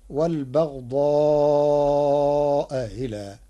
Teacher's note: قرأ ورش كلمتي والبغضاء إلى بتسهيل الهمزة الثانية بينها وبين الياء تخفيفا، فتصير والبغضاء إلى فما بلغت رسالته.